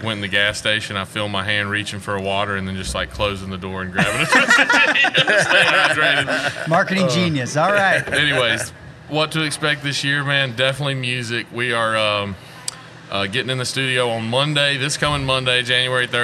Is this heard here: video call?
no